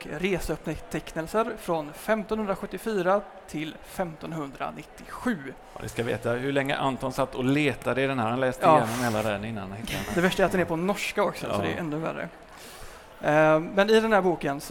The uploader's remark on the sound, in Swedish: Live på Bokmässan